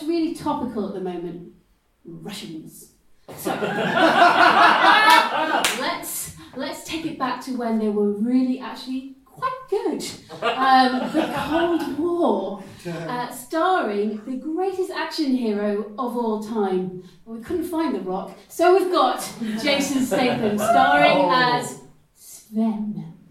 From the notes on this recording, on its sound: LIVE from Newcastle Improv Festival. Broadcast in front of an audience, as part of the Newcastle Improv Festival. As this was recorded live in a busy theatre with a lively audience, the sound quality isn’t as great as our usual episodes.